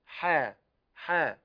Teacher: حا هي حرف من حرفين متحرك بالفتح وبعده ألف ويمد حركتين